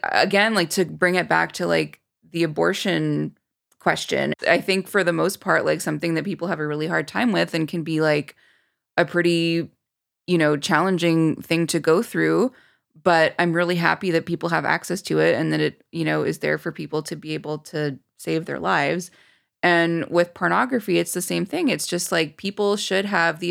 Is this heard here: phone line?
no